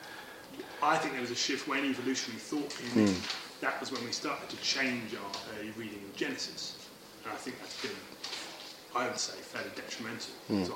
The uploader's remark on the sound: Lecture with Q&A, delivered at a DNA training day in London, 28th April, 2015.